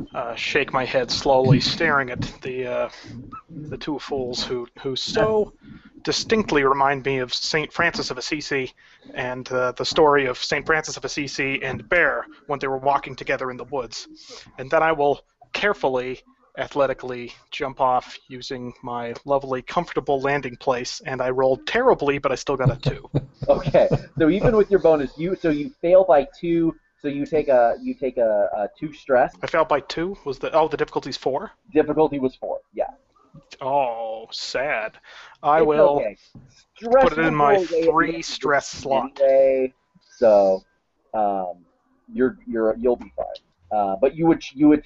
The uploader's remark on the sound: This Campaign series is being recorded using Google Hangouts and the roll20.net plugin.